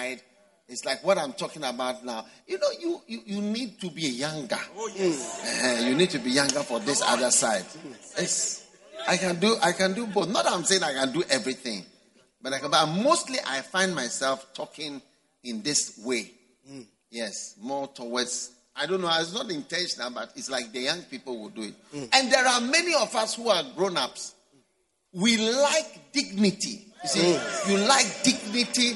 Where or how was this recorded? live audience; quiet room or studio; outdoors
live audience